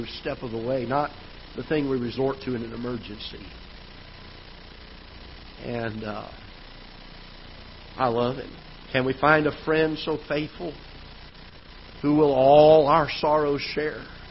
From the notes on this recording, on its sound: Ketha Heights Baptist Church ~ Live Broadcast.